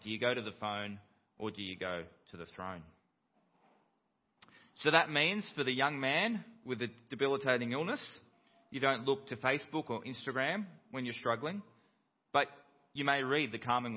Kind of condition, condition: setting, large echoing room